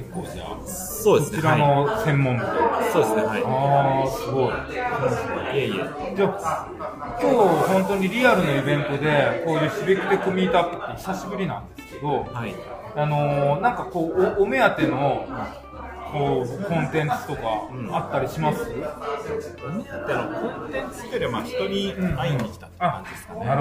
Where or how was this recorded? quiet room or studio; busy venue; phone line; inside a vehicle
busy venue